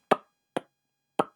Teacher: bilabial click, which is just smacking your lips together